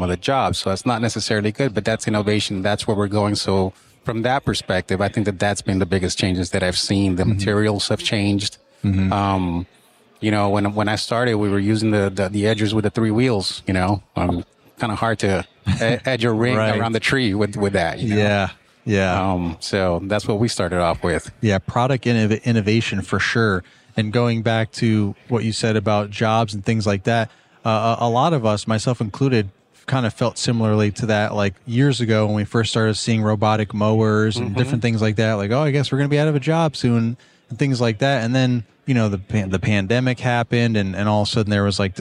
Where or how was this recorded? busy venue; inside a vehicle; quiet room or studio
busy venue